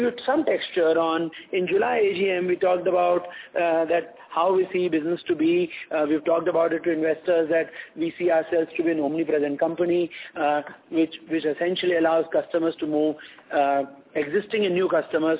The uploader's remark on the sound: Results discussion/conference call.